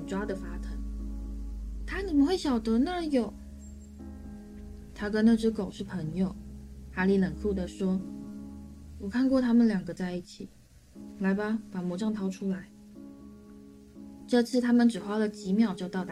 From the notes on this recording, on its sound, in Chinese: 這集錄音的時候不小心用到內建麥克風。已經盡量修雜音和調音量，音質可能會比以前差一點。